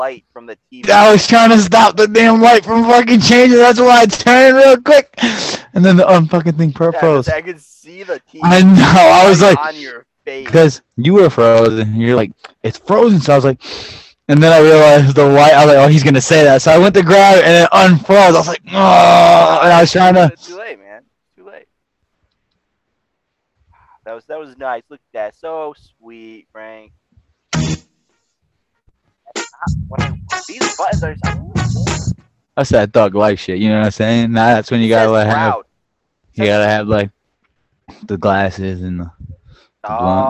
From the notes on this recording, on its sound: Sorry about the audio, we had some technicality difficulties